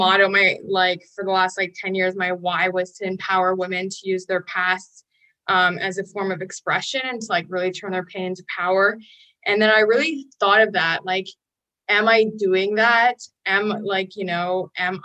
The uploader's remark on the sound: In this excerpt, from one of our weekly Live Zoom calls with the 10,000 NOs Insiders Community